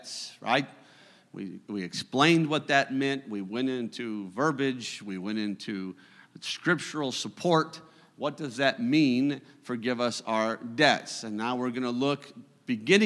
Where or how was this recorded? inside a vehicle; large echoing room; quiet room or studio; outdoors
large echoing room